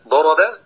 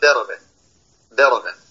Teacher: يجعلها مرققة او اشبه بالدال او دالا · Shown in: second take · Term: ترقيق الضاد